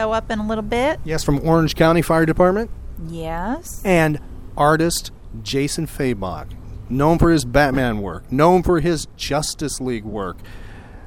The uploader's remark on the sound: at Mike's Comics in Orlando, Florida for Free Comic Book Day